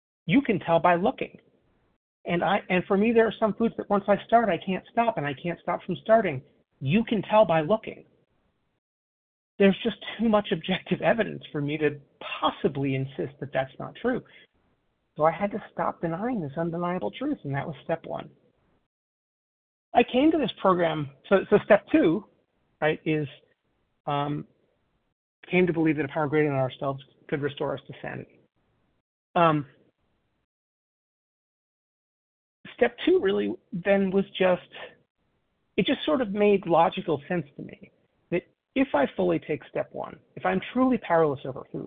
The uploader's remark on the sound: 100 Pounders Phone Meeting, 4/14/23